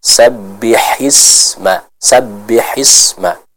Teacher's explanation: Yang pertama untuk huruf ha yang ada di ayat ini, yaitu kita mengucapkannya dari tenggorokan bagian tengah.